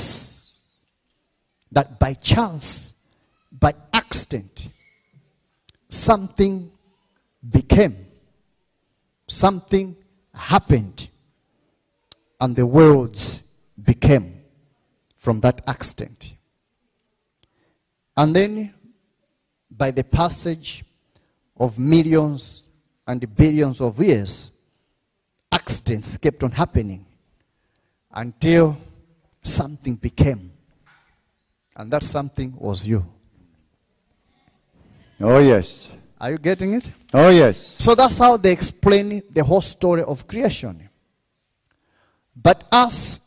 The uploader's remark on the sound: This teaching was extracted from our Live Church Service on the Sydney Campus Grand Opening.